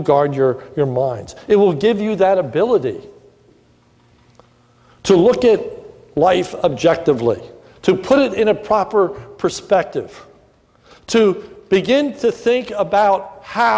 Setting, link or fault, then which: setting, large echoing room